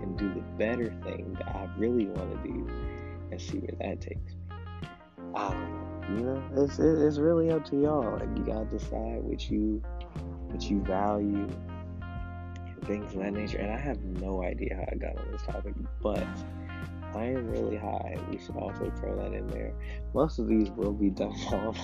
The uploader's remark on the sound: the audio sucks